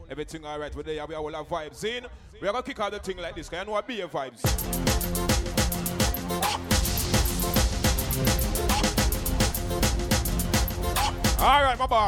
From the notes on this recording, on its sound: LIVE AT ISLAND SATURDAYS.